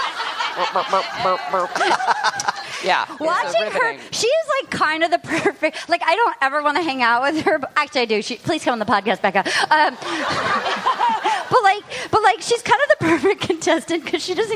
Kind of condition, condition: setting, live audience